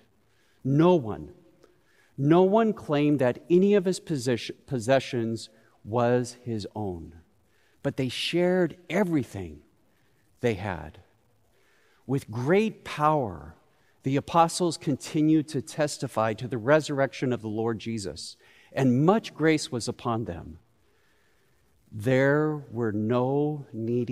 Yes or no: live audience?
yes